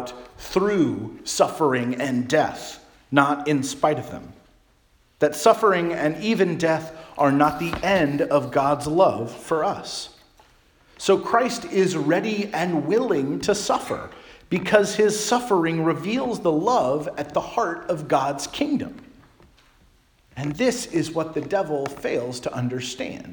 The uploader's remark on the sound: Charles Anglican Cathedral, Bremerton, WA.